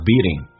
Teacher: 美式发音 t 要变 d，这个发音叫 beating，而且后鼻音 ding 变成前鼻音 ding